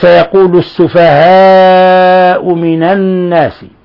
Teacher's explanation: فإذا نمد الألف مقدار من 4 إلى 5 حركات، لأنه مد متصل، مد متصل واجب المد.